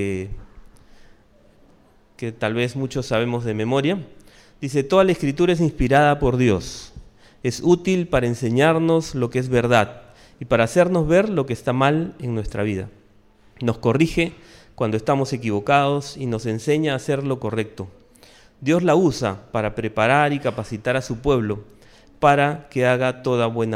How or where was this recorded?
live audience